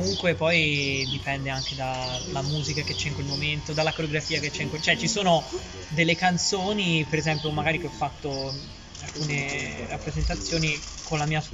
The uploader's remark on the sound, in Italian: Live dall’AperiVintage del Teatro di Bo’ il Quarto Episodio del Salotto di Bo’! Per la prima volta con un pubblico.